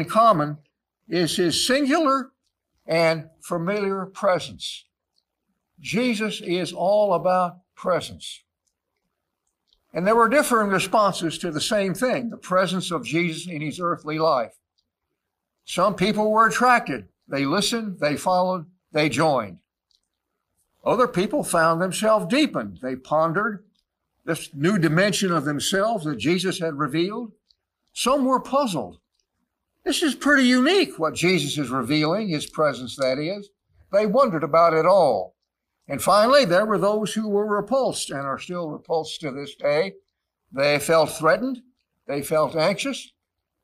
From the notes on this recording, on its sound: Live recording from our church in San Jose, California.